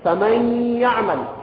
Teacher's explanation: يقولون إدغام بغنة، إدغام النون الساكنة بالياء